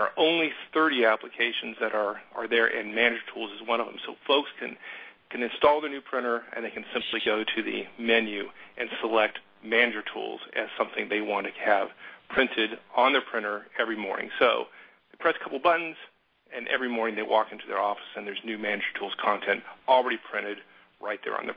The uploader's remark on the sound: November 2011 Conference Call